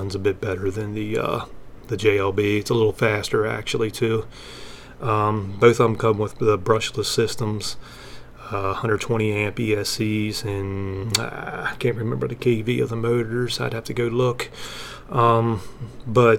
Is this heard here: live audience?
no